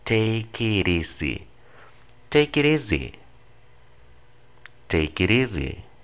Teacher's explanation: la T, cuando después tiene una vocal, la vas a pronunciar normalmente en el inglés americano como una R